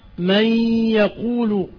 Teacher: التقارب من حيث المخرج، وهو إدغام النون في الياء